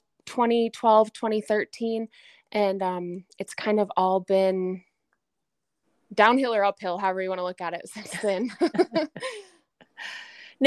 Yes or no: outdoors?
no